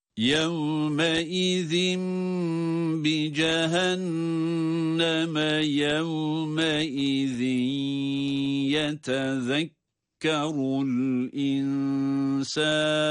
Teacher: Her iki yevme izin kelimesinin okunuşunda da ayrıca vav harflerinde dudakların öne uzatılmasını da unutmuyoruz.